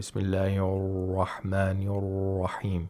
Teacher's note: There should be the tapping sound, as you said. Sometimes, some reciters, they only make the dragging sound. They don't apply the tapping sound. Bismillahirrahmanirrahim.